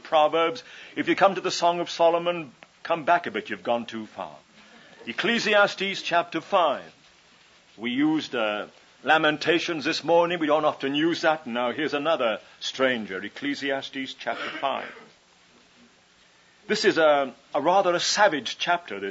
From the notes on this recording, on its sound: Session 7 from His Hill's 1981 Thanksgiving Conference